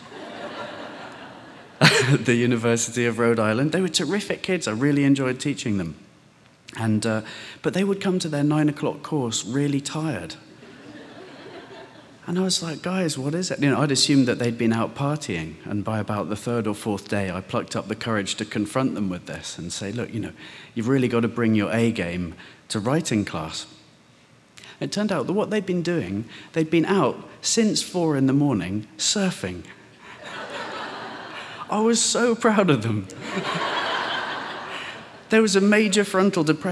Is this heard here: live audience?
yes